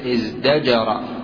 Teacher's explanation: ولا تدغم الزاي في الدال لأن الزاي حرف صفير، الصفيري لا يدغم إلا في مثله، إذن يبقى على ما هو عليه من الإظهار.